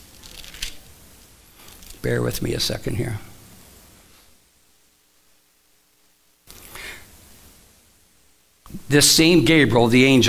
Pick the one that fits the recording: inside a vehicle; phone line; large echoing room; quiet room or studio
large echoing room